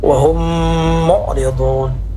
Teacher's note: mim sukun bertemu dengan huruf mim, ini namanya idgham mimi, panjangnya 4 harakat